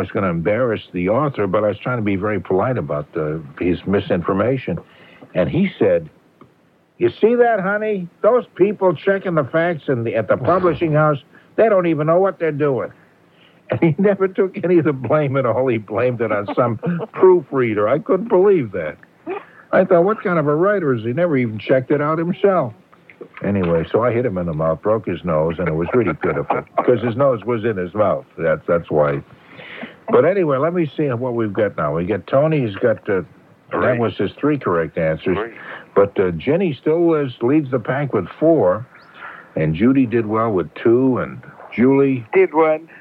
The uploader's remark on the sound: I'm on the phone